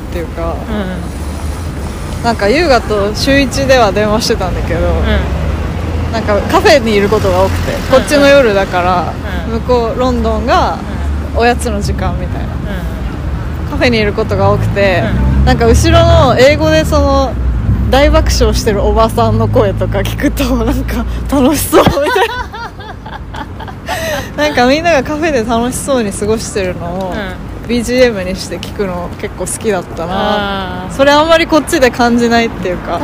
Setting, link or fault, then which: setting, outdoors